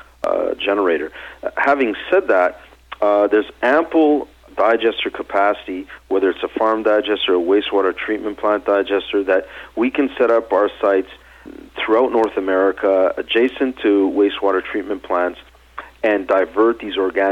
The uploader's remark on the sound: called in to SmallCapVoice